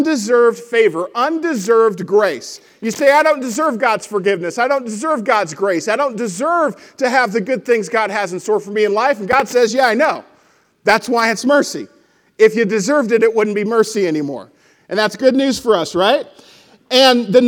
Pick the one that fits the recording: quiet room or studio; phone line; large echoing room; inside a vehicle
large echoing room